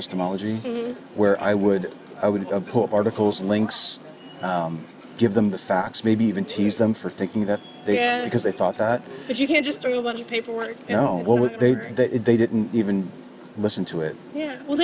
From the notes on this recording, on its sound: Location: San Antonio, Texas. Recorded w/Go-Pro.